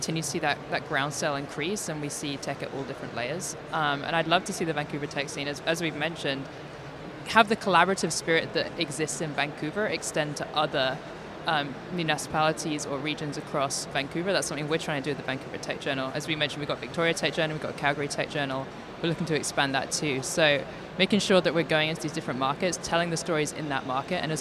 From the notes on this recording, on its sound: Vancouver Takeover at Collision Conference. Live at Collision Conference.